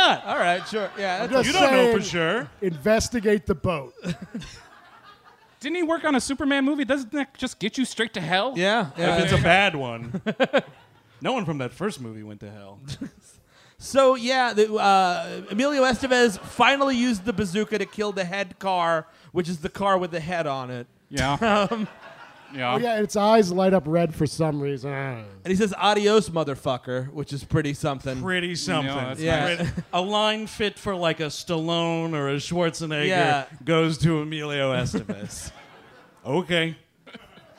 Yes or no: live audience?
yes